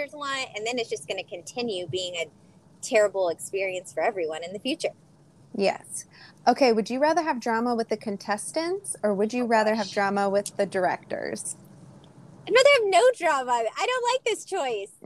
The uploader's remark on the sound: Was in the car for this one, so it’s raw and real, but so much fun!